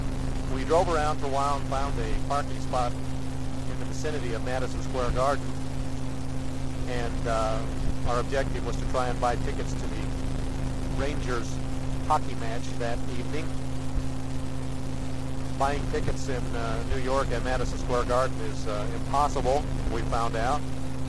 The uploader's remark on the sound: Driving Home from work